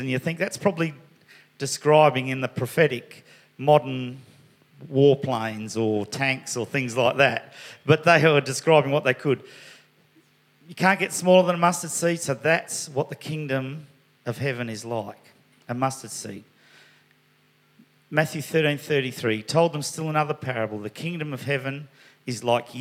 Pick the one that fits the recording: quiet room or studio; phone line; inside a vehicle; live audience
live audience